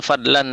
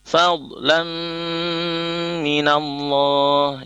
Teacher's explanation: Nah, fathah tanwin itu ada bunyi nun, kemudian di depannya ada huruf mim tasdid, sehingga itu idgham bi gunnah. Bunyi nunnya lebur masuk ke huruf mim. · Shown in: second take · Jadi tidak fadlan lagi, melainkan fadlam minallah, ya.